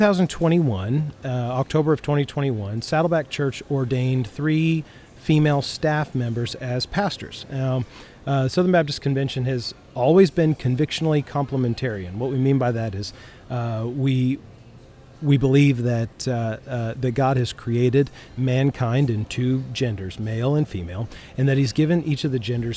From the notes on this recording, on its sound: Live from Austin International Airport. Complete with Airport ambience courtesy of the great state of Texas.